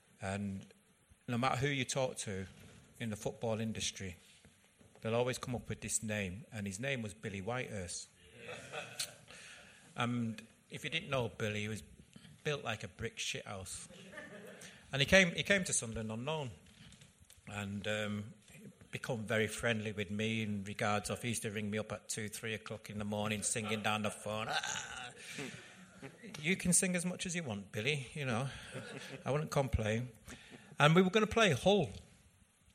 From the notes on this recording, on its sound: Live in Manchester! The WMS team travelled to Manchester for a special live show during the international break.